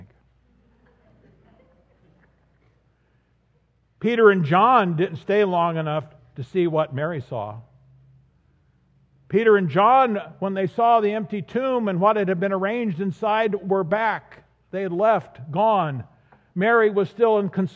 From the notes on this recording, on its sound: This audio is from the recording of the sermon at the 9:30am service on Easter Sunday.